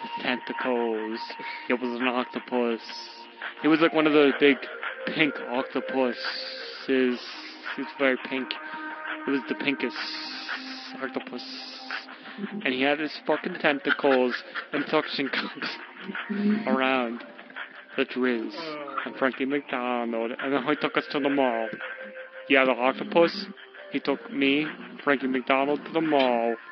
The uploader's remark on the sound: While we were on hold with Fox 25 in Boston